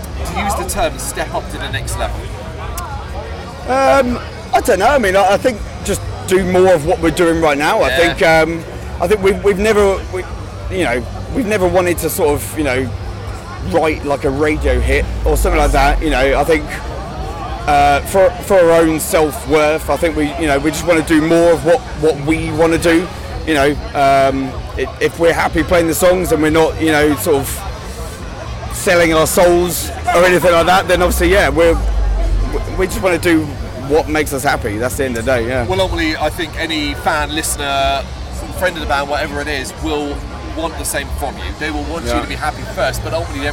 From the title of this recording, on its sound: Bloodstock 2023 Interviews